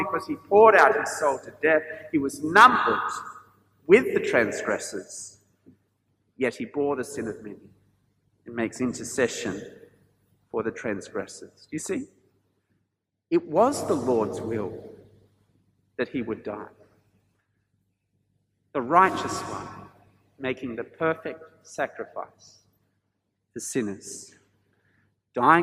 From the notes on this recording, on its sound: This sermon was preached at St George's Church, Penang on 10th April 2022.